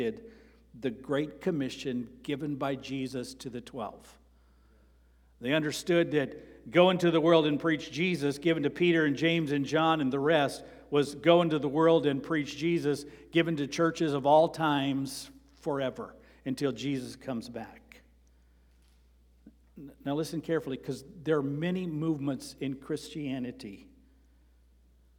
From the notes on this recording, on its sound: Sermon preached on September 24, 2023, at Avondale Baptist Church.